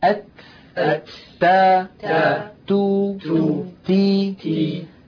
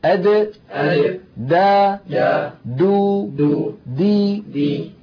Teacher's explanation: الآن المخرج الذي بعده هو المخرج الثامن، مخرج الطاء والدال والتاء. الطاء والدال والتاء تخرج من طرف اللسان ومن منبت الثنايا العليا، اللحم، لحم اللثة الذي من الداخل من هنا الذي نبت فيه السنان الأماميان، يقرع طرف اللسان اللحم هنا.